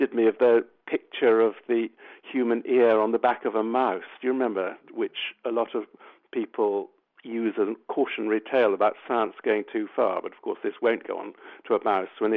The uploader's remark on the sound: In the studio. On the phone.